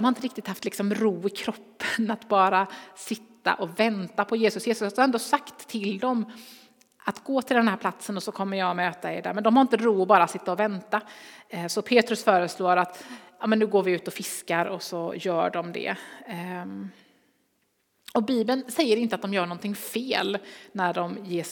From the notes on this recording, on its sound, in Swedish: Inspelning från Immanuelskyrkan Skövde.